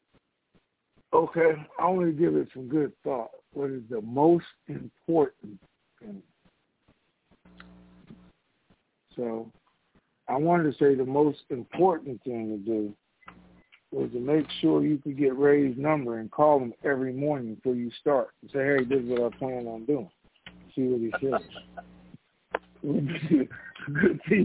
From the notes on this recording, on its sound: TNTSuperfantastic Conference Call